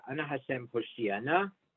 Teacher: Ana Hashem Hoshiyana, stress on the she